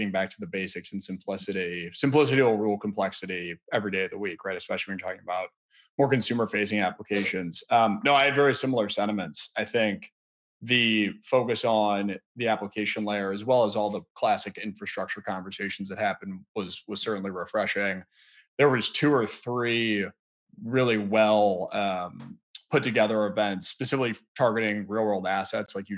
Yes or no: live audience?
no